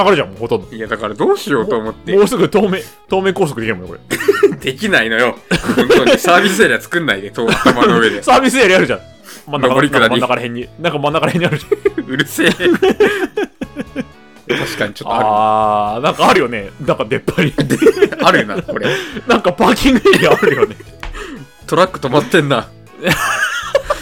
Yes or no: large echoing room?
no